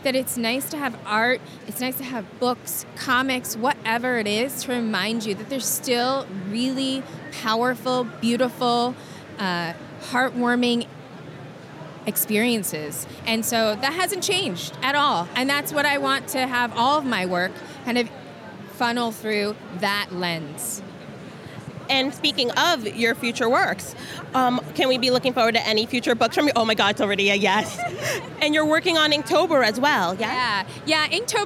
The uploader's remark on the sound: at New York City Comic Con 2017